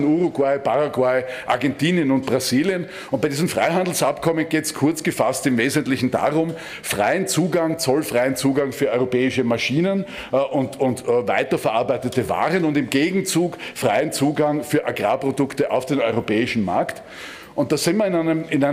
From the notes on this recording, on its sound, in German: Aufgezeichnet im Rahmen der Sitzung des Innsbrucker Gemeinderats